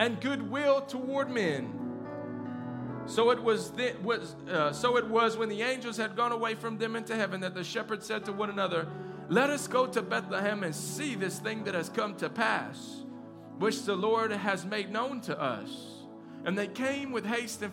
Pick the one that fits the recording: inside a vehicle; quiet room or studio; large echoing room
large echoing room